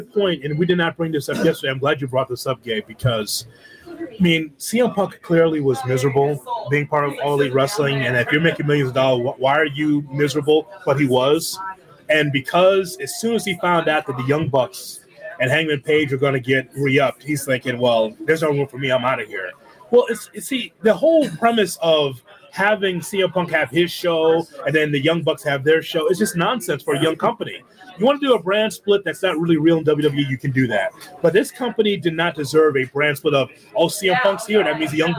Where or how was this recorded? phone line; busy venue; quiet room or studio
busy venue